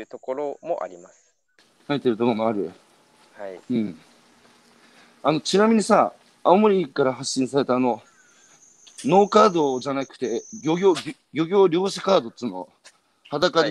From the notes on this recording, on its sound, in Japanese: 歩きながら1時間、対談する